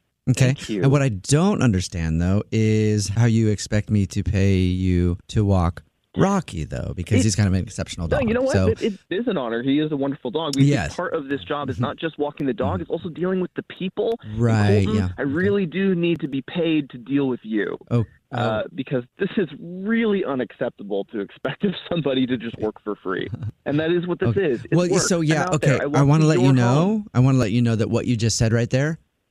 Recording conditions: phone line